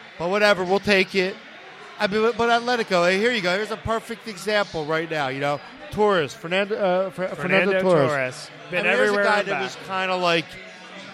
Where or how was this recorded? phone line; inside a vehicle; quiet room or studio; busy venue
busy venue